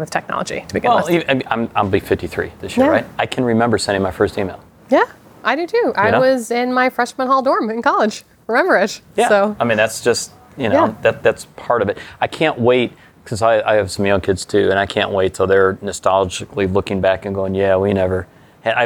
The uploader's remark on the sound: At Empire Startups’ New York Fintech Week Conference. Was able to record some interviews with some of the top speakers of the conference!